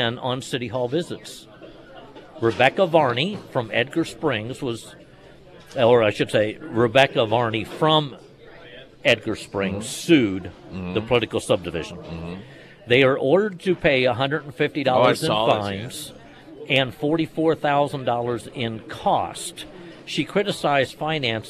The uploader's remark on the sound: live at Scramblers Diner.